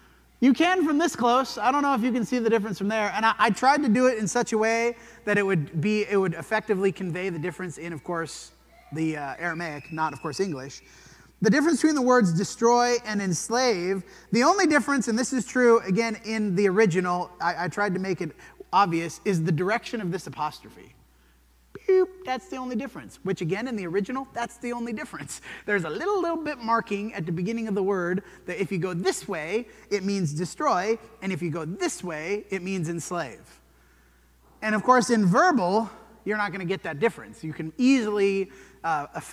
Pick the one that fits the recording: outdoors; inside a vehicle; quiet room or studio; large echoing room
large echoing room